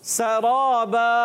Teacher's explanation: سین کو باریک رکھنا ہے، سیٹی کے ساتھ ادا کرنا ہے، اور پیارے بچوں را الف زبر را را کو پر رکھنا ہے، مگر اتنا زیادہ پر نہیں کریں گے.